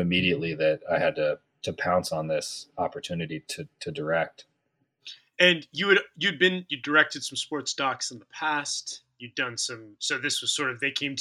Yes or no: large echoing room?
no